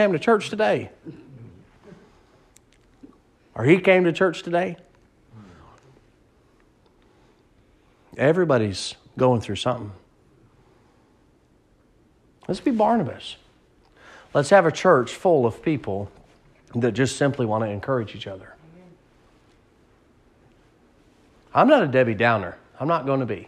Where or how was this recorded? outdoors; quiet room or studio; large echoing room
large echoing room